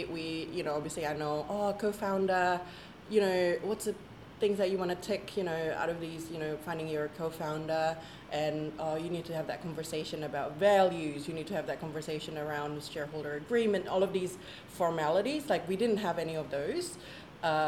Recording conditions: background noise